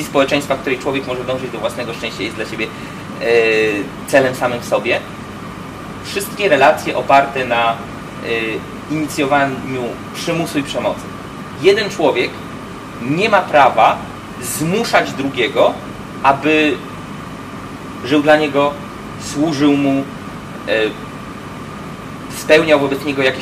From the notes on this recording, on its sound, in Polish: Niestety przez naszą nieuwagę w tle nagrania słychać szum klimatyzacji